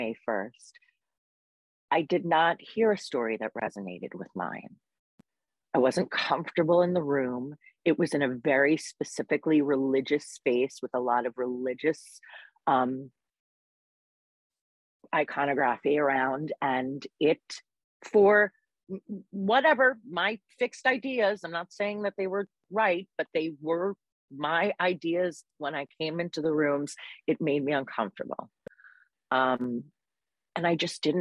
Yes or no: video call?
yes